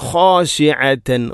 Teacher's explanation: ഇവിടെ ഖാശിഅതൻ ഖ തൊണ്ടയുടെ ഏറ്റവും മുകൾ ഭാഗമാണ് ഖ എന്നതിൻ്റെ മഖ്റജ്. അതുപോലെ തന്നെ ഐൻ ഖാശിഅ ഐൻ തൊണ്ടയുടെ മധ്യഭാഗം.